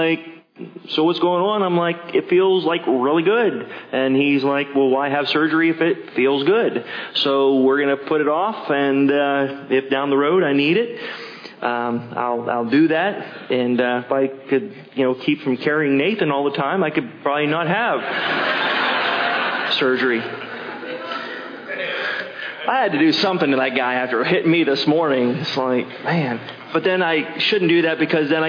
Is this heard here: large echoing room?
yes